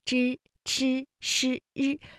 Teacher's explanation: 卷舌音或者是舌尖后音，那么从我们发音的部位上来讲啊，就是由舌尖向上翘起，然后和硬腭的前部相接触 · Term: 翘舌音